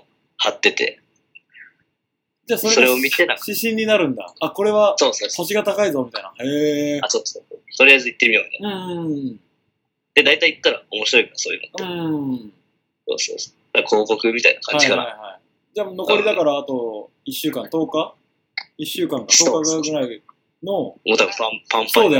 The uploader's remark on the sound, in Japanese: Skypeを通して、エジンバラでの生活をお届けしてくれました。